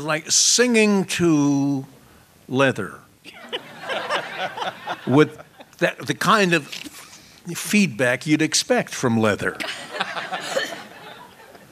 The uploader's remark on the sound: This was recorded live at Folk Alliance International in 2015.